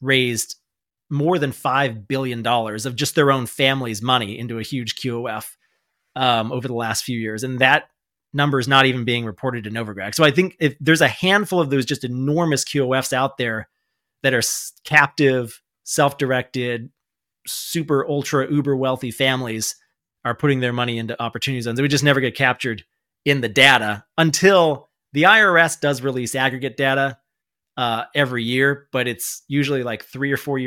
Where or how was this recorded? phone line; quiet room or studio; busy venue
quiet room or studio